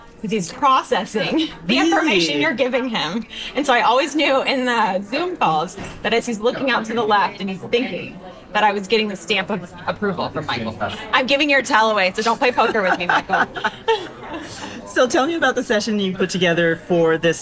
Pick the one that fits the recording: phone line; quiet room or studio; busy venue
busy venue